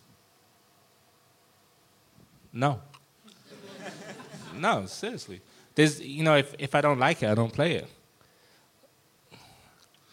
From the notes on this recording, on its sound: LIVE in London, England in front of a sold-out crowd at the Hoxton Sq. Bar & Kitchen.